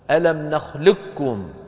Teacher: فكانت العرب في مثل هذا يدغمون القاف في الكاف، يدغمون القاف في الكاف، منهم من العرب من كان يدغم القاف في الكاف فيصير النطق كاف مشددة